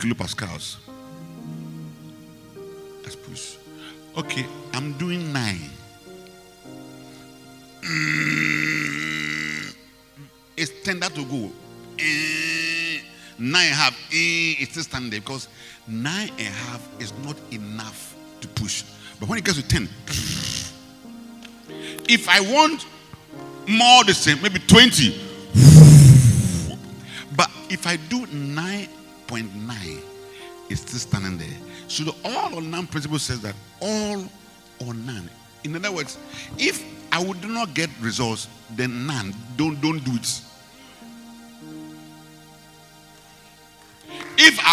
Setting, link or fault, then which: setting, large echoing room